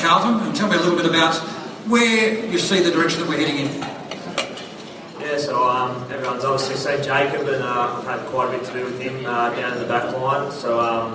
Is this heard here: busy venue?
yes